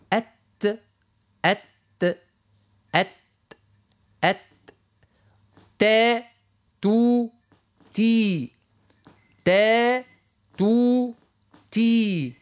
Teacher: التاء هذا هو حرف شديد كيف كيف، لكن هو حرف مهموس ما هوش حرف مجهور